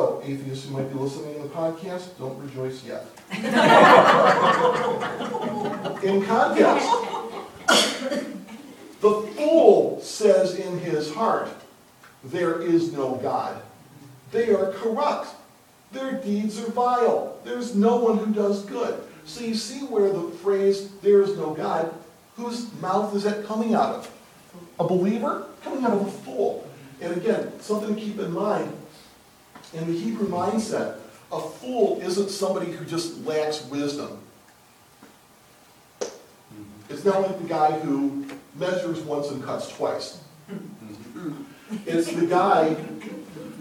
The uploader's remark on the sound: The class sessions were recorded during Sunday School at Troy Christian Chapel in Troy, Michigan.